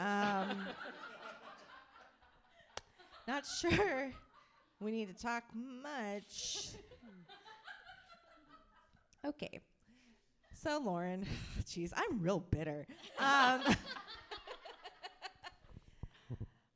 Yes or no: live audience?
yes